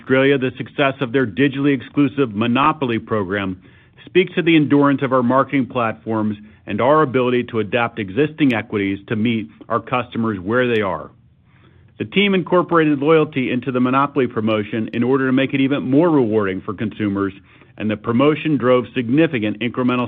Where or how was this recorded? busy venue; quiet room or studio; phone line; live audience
phone line